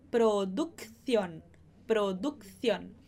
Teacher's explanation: a gente tem o k, esse C do produc e depois o thion, porque só o CI que vai ter esse som.